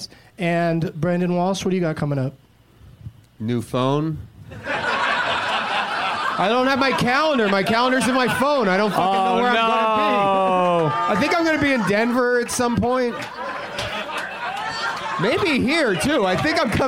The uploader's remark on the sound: Live from Zanies Comedy Club in Chicago.